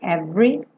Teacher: O é do meio da palavra every não é pronunciado. Então a gente não diz every e sim every.